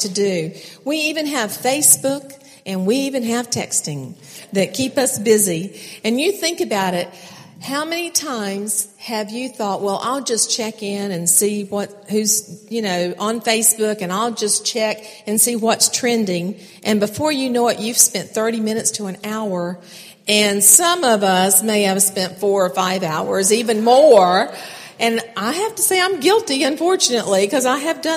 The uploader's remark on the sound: keynote speakers at the 2016 NorthGate Church Women's Conference